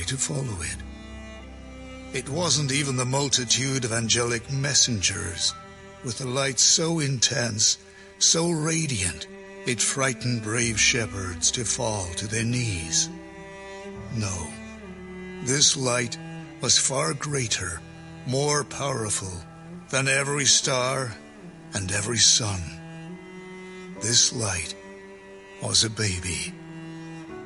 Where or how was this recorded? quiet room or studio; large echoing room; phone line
large echoing room